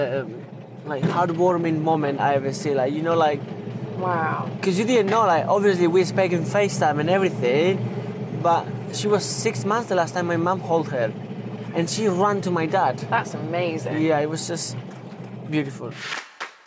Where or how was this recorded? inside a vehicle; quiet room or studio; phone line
inside a vehicle